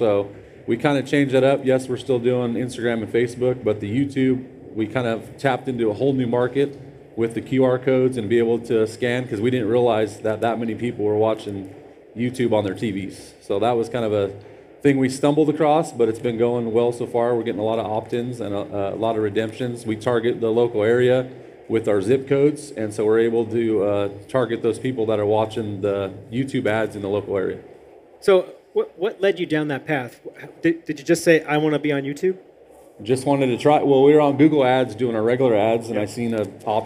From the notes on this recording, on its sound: This week we are playing you a panel, recorded live at the Car Wash Magazine Live Studio at the Car Wash Show™ 2023 in Las Vegas.